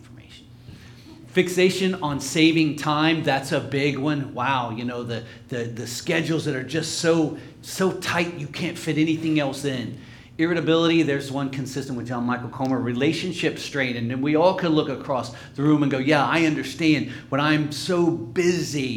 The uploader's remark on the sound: LIVE Services at Sunshine